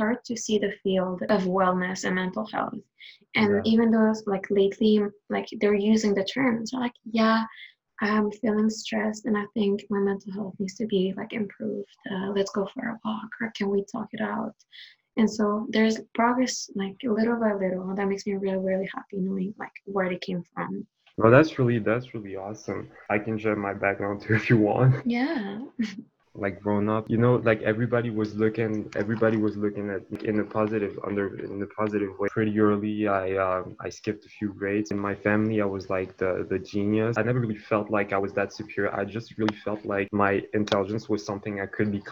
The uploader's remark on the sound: This episode was recorded over zoom. Please bear with us for the sound quality of this one!